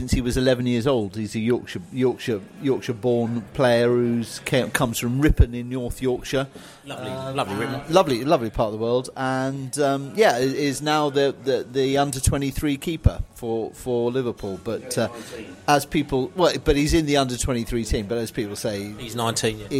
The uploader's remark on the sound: Pre-South Coast Match podcast from the pub. This evening assembled in The Lord Nelson Pub in Brentford for the very first time were. Fans in the pub discuss the Brentford v Liverpool match.